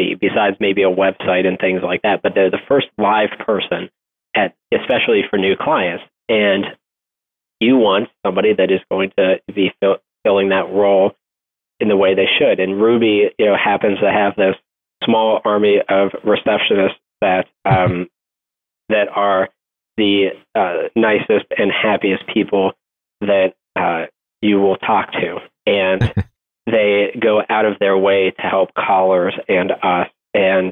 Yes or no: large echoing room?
no